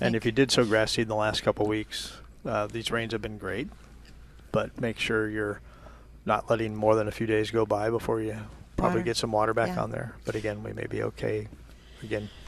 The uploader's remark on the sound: Live at Prairie Gardens 10-21-21